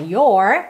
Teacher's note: no inglês americano a gente fala your, com a língua enrolada